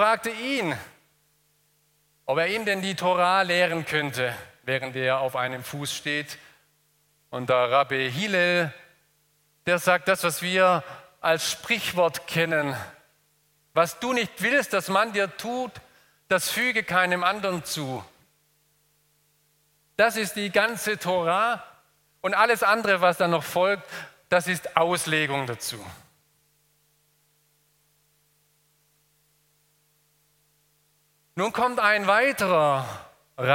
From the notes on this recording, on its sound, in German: Aus dem Gottesdienst der Liebenzeller Mission.